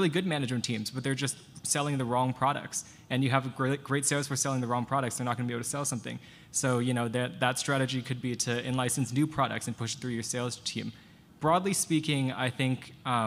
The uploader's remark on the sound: LIVE in VEGAS. This interview was recorded live at the Planet MicroCap Showcase: VEGAS 2023. All followed by Q&A from the audience.